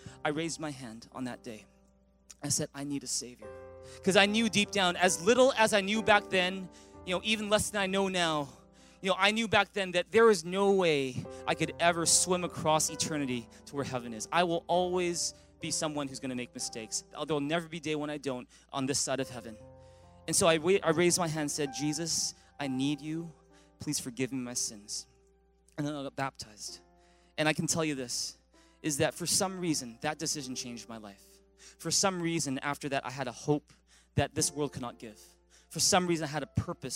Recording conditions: large echoing room